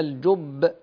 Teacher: نعم أيضا وقفت على كلمة الجب، وهنا القلقلة تكون أقوى لتشديد الباء، الجب هكذا.